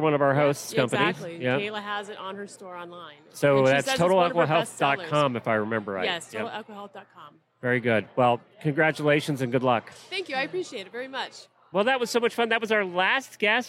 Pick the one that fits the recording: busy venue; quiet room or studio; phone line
busy venue